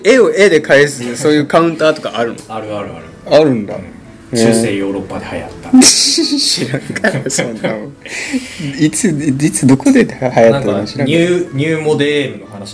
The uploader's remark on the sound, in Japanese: 今回もマイクの設定をミスってしまい、雑音多めです。貸し切ったスタジオの真ん前で道路工事してやがりました。ガガガガと音が入っちゃいました。